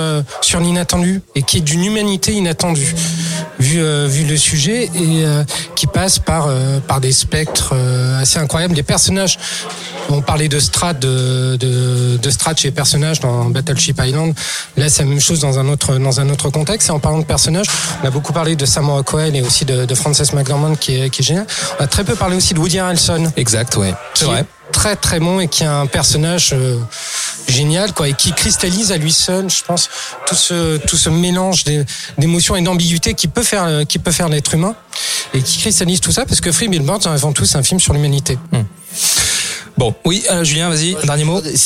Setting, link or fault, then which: setting, busy venue